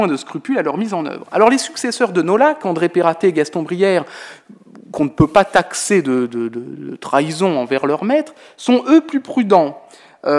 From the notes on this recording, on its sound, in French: Intervention enregistrée le 8 octobre 2009 dans le cadre du colloque « Châteaux-musées.